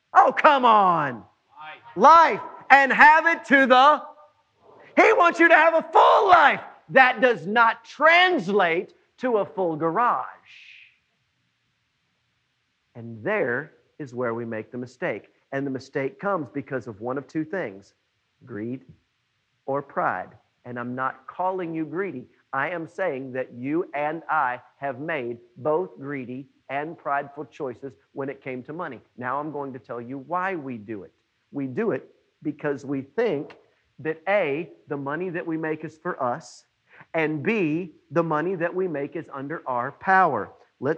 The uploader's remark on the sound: It was preached on June 21, 2020 at NBC on Main.